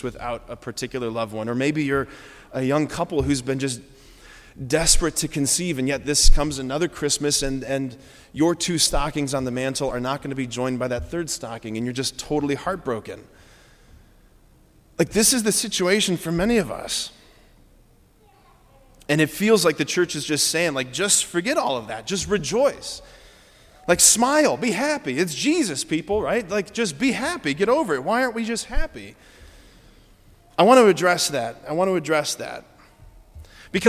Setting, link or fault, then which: setting, large echoing room